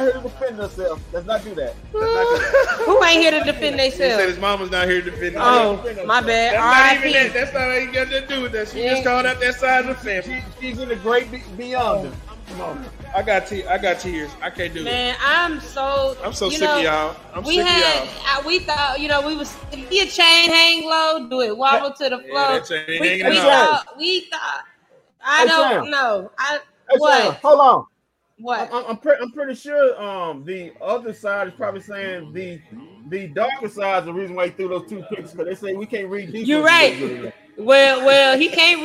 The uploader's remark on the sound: Live from White Rock Ale House